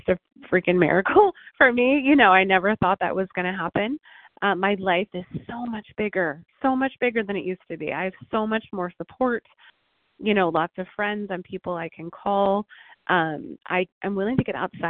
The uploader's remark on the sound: 100 Pounders Phone Meeting